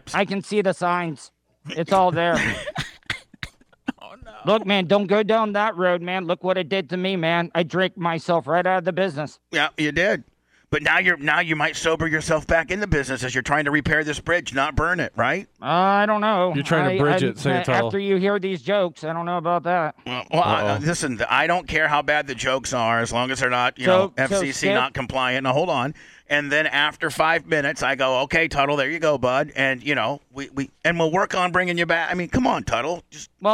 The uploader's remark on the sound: On location at the Boston Coffee House in Altamonte Springs.